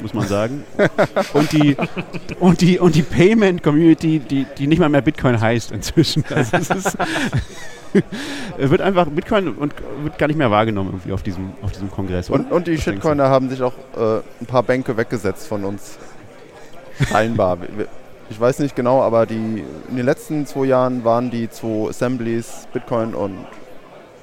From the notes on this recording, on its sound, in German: Und das ganze auch noch live vor Publikum (4 Zuhörern auf dem 36C3) und der Welt (13 Leute im Stream).